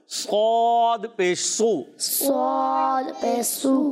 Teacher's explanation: اب صاد جو ہے یہ موٹا ہو جاتا ہے، زبان کی جڑ درمیان کا حصہ اوپر جائے گا، یہ موٹا ہوگا.